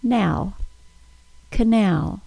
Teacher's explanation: we hear a short A sound in the second syllable